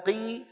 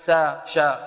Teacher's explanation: لكن قي أفخم ولو كانت مكسورة · Shown in: first take · فهي وإن تكن بأدنى منزلة فخيمة قطعا من المستفلة، فلا يقال إنها رقيقة.